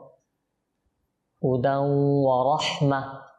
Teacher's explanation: তানবিনের পর ওয়াও আসছে, ইদগাম গুন্না সহকারে